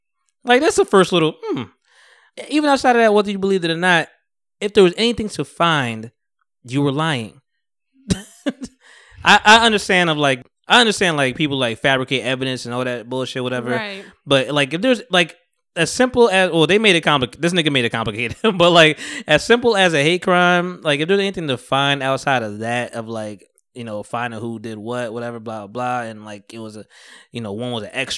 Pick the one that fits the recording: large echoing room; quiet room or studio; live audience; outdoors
quiet room or studio